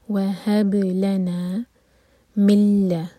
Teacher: ادغام بغیر غنہ کا، یہاں پر نون کی آواز بالکل نہیں آئے گی